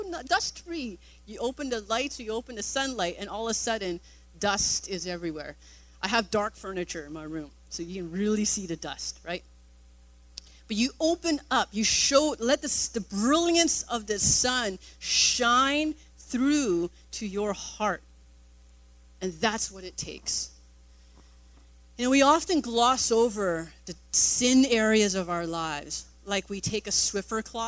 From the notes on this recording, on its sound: Recorded on August 20, 2017 at THRIVE Church Richmond, Canada